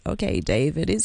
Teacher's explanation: So what we're doing is we're changing the nature of our vocal folds. So it becomes low-pitched and raspy at the end · Term: vocal fry